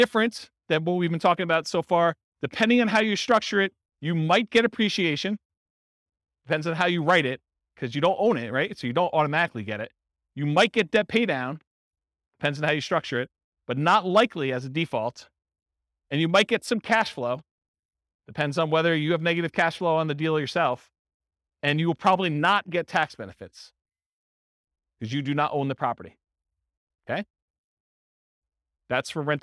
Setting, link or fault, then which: setting, live audience